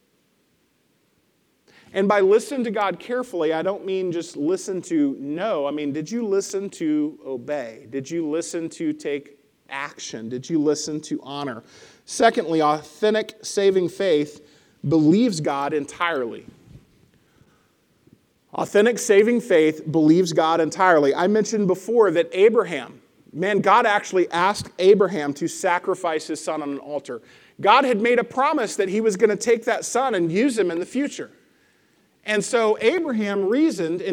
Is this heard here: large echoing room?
yes